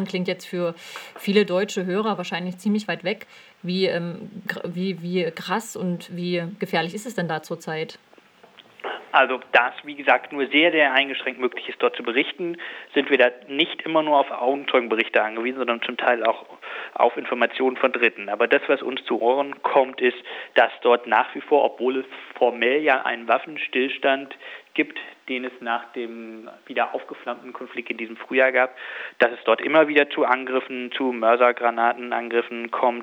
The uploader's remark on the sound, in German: Am Telefon bei Corax ist nun der Geschäftsführer der deutschen Sektion von ROG.